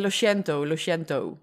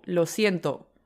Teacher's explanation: Is een gesloten korte O. · Shown in: second take